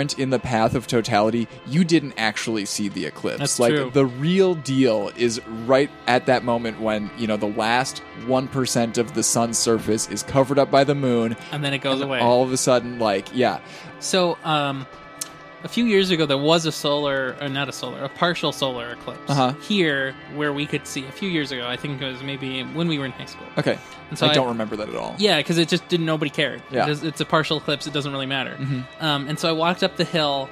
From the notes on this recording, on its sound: Brought a microphone with him during his trip to see the eclipse. We get to hear coverage from the event itself! This episode was originally broadcast in August 2017 on Nexus Special.